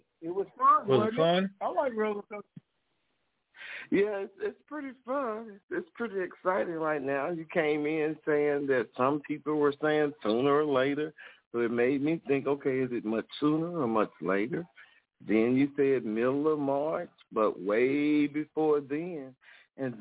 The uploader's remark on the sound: TNTSuperfantastic Conference Call.